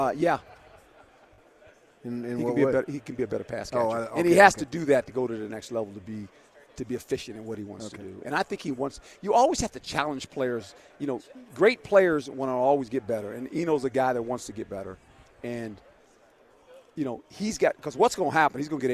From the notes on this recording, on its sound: live from Pac-12 Media Day